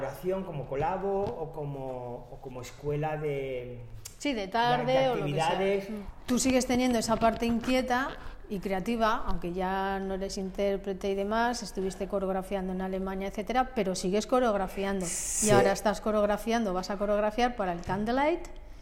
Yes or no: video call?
no